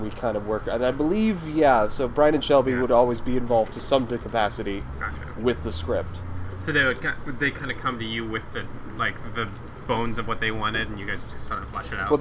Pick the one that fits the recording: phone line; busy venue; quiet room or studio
busy venue